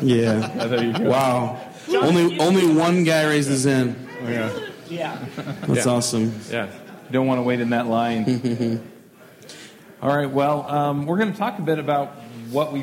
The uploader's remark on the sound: LIVE! from ng-conf 2015